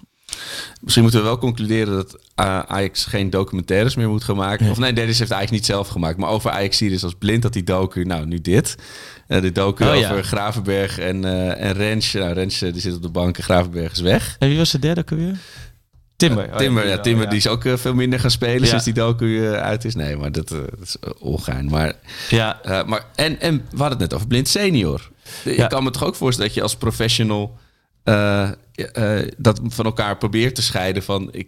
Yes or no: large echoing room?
no